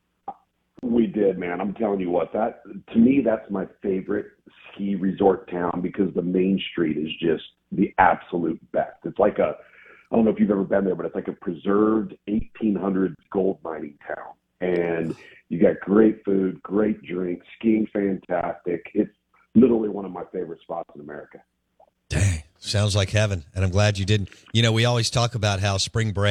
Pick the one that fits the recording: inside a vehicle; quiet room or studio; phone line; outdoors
phone line